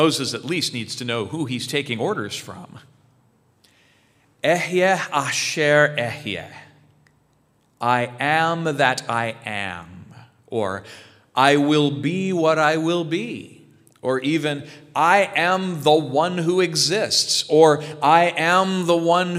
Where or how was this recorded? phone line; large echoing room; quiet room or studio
large echoing room